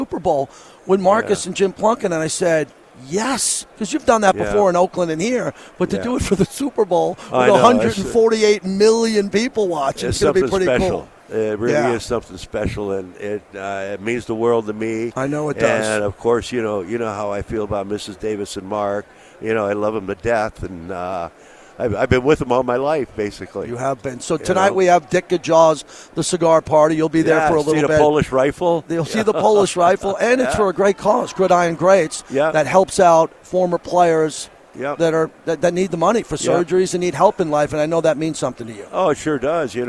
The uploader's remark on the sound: LIVE FROM RADIO ROW